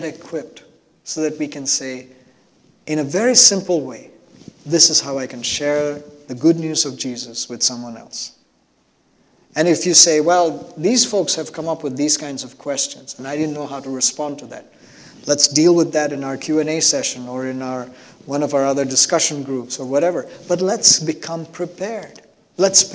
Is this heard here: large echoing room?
yes